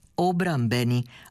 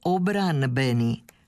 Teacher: N prelazi u M, kao kada se u hrvatskome od imenice obrana tvori pridjev obrambeni, a ne obranbeni · Shown in: first take · kako bi bilo prema morfonološkom ili korijenskom pravopisu.